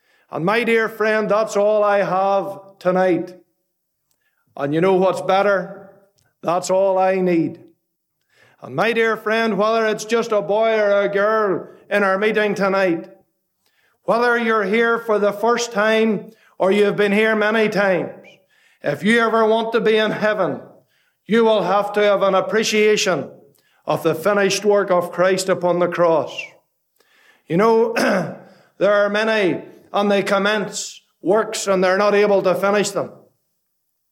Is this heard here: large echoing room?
yes